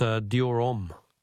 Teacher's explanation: Don't pronounce the H in om.